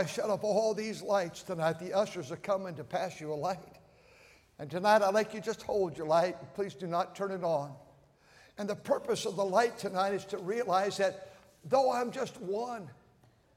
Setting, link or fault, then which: setting, large echoing room